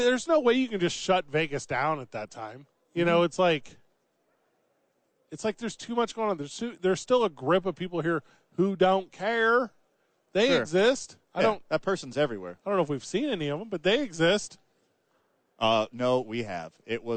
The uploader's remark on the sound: live from Radio Row in Vegas